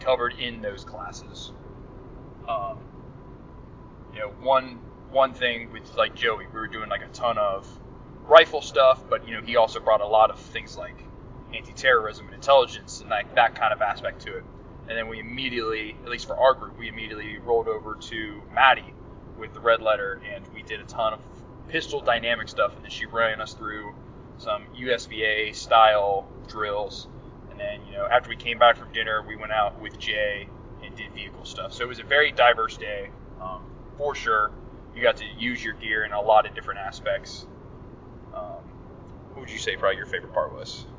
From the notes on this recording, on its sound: In this episode, we are driving back from the 2022 Deliver Fund Range Day. Whatever else comes to mind during the drive.